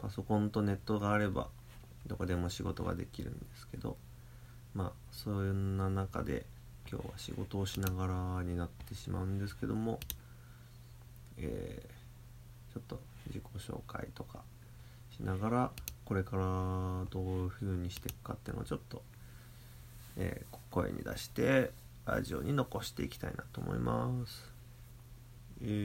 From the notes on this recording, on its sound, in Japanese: ウェブの仕事をしながらiPhoneで録音。編集なし。